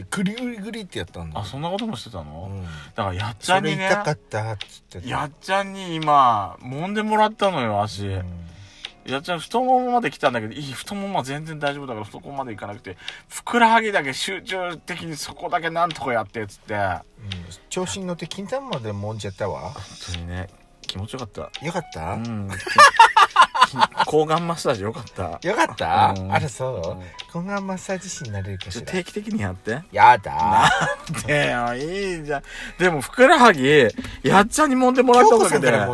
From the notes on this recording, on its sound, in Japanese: パーキング収録